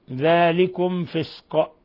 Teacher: ميم ساكنة جاء بعد الفاء أشد حالات الإظهار الشفوي، ثم القاف الوقف عليها بالقلقلة.